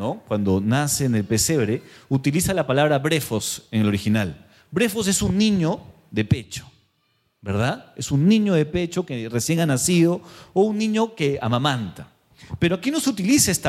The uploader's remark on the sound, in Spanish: Presentado en vivo el domingo 6 de agosto de 2023 Este podcast es la retransmisión de la reunión de iCafe de cada domingo. Mariscal Sucre 317, Barranco.